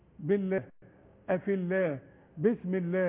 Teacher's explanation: ما دام الحرف اللي قبل اسم الجلال مكسور، اللامات بتاعت اسم الجلال ترق